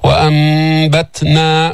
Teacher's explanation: فقلبنا هذه النون الساكنة ميما عند الباء بدون تشديد. وأنبتنا مع إطباق الشفتين، لأن الميم لا يتأتى النطق بها إلا بإطباق الشفتين. · Term: الإقلاب